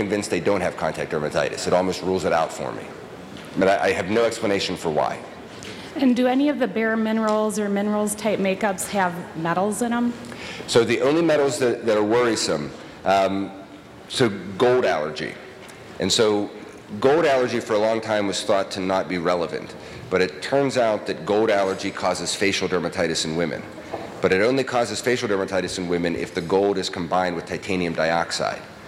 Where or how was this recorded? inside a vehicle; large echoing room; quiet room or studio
large echoing room